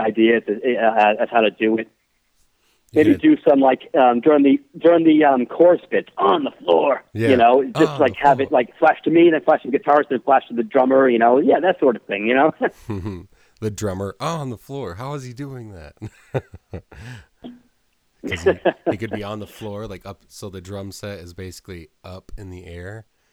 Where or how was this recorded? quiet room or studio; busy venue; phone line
phone line